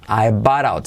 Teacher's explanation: Mirad que digo bought pero la T se convierte en R suave